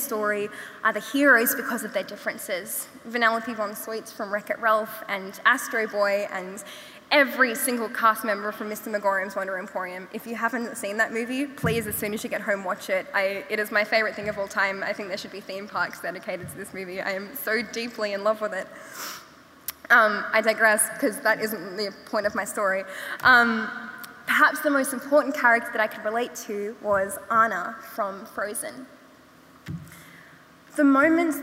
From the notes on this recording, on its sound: We revisit 2022's inaugural Opening Night gala event at Melbourne Town Hall. This event was recorded at Melbourne Town Hall on Wednesday 2 November 2022 as part of the Wheeler Centre’s Spring Fling Opening Night: Lightbulb Moments.